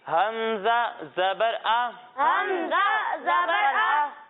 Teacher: اور جب ہم حمزہ کی ادائیگی کریں گے تو اسے حلق کے نچلے حصے سے پڑھیں گے